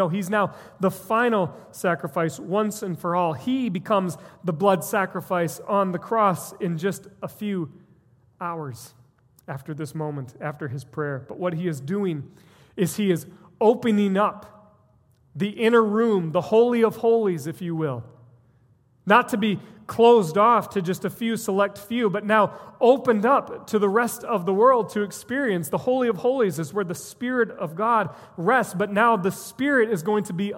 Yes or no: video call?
no